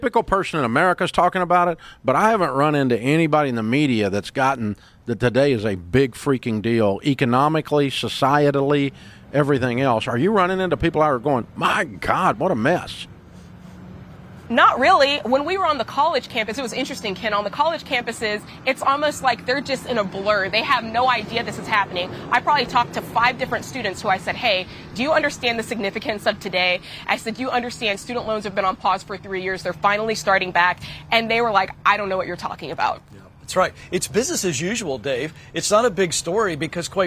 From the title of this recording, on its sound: Live from Capitol Hill